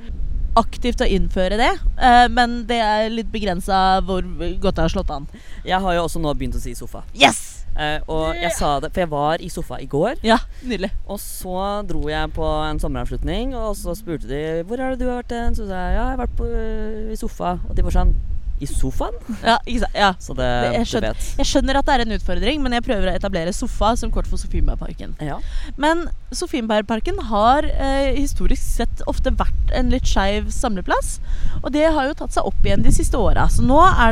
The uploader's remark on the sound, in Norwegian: har tatt med seg lydutstyret ut i Oslosommeren